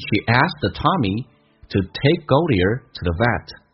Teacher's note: to 的在口语化当中有一个弱化现象 to 说成 t 加个 a，同时 the 可以直接不用咬舌，趋向于发 z 这个发音，就变成 to 的 to 的，就变成 she asked Tommy to take Goldie to thevet，所以你很难听到那个